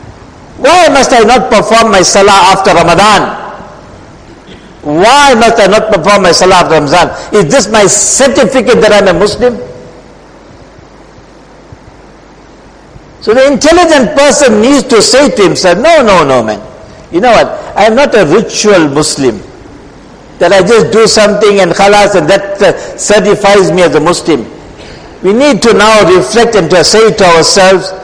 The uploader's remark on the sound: Jumuah lecture.